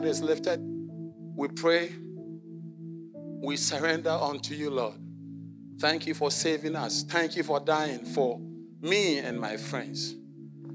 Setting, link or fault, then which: setting, large echoing room